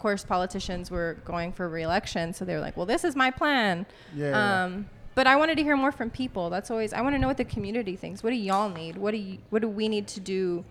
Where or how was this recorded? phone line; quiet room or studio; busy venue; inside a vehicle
busy venue